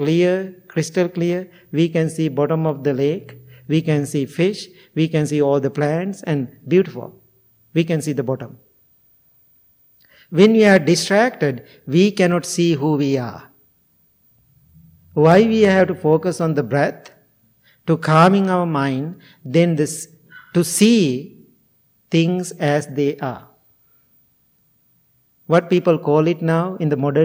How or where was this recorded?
large echoing room